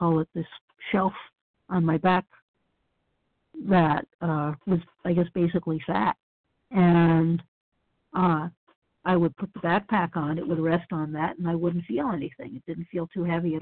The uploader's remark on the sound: From the 100 Pounders Phone Meeting.